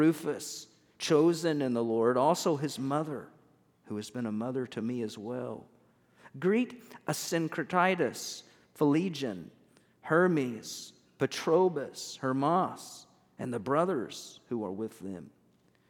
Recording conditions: large echoing room